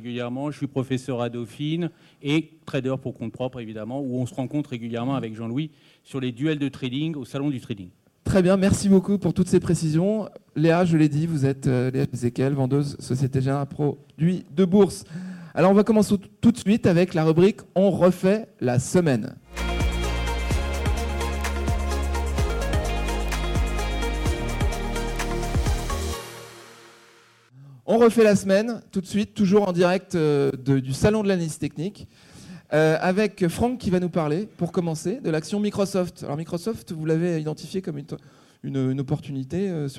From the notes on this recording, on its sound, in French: Le talkshow du trading en live au salon de l'AT. En live au salon de l'Analyse Technique.